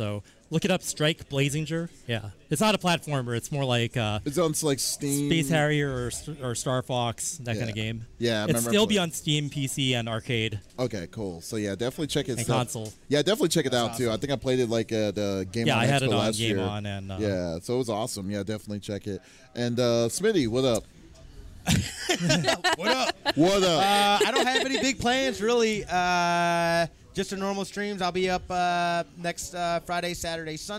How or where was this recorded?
busy venue